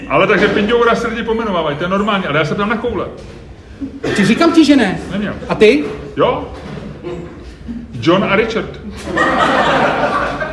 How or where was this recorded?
live audience